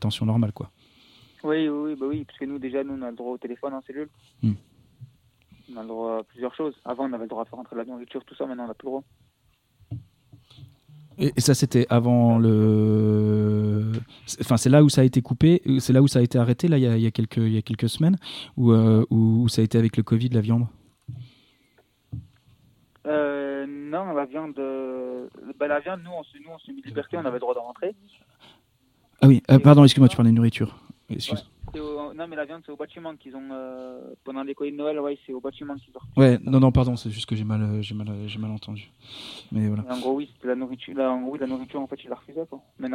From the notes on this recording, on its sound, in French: Discussion au téléphone avec une personne qui vient de sortir du centre de semi-liberté (CSL) de la Talaudière.